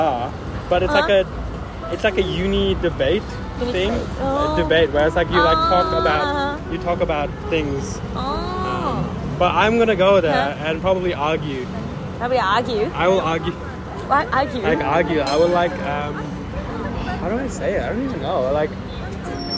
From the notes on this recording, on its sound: Interviews on the street. 今回は初めて路上インタビューというものをしてみて感想と、実際のインタビューも収録してみたので是非聞いてみてね！